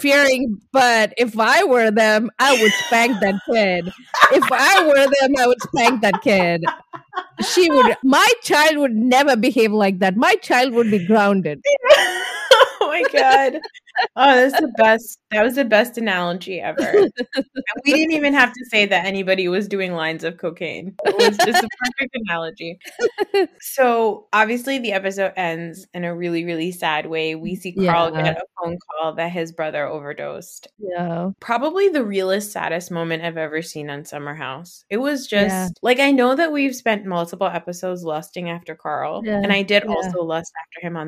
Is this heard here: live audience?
no